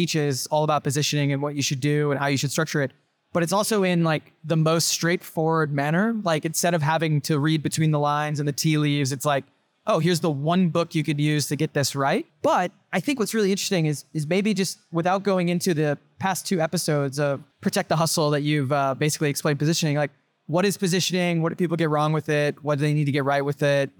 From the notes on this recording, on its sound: This interview, recorded at SaaStock 2022